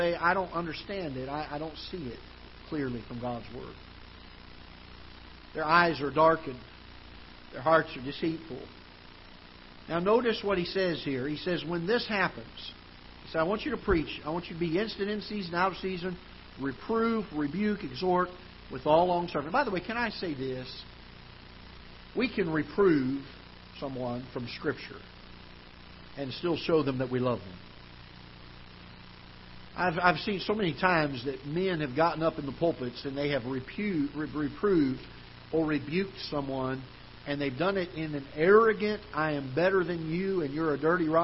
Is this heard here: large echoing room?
yes